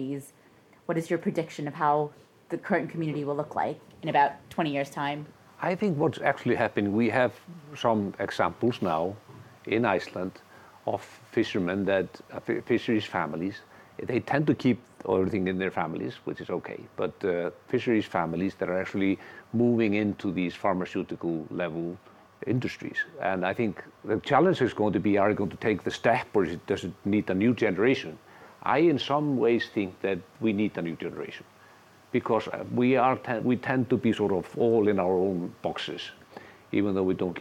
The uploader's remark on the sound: This episode was recorded live at the YFood London Food Tech Week.